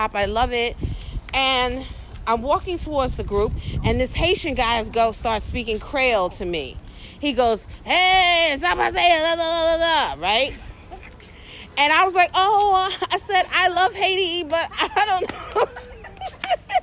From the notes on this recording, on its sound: Walking along the streets of gentrified Bed-Stuy after a disappointing meal at a local spot…